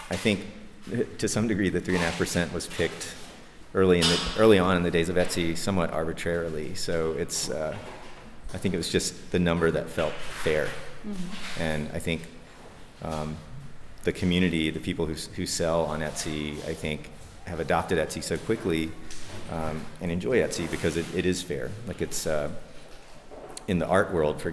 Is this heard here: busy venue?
yes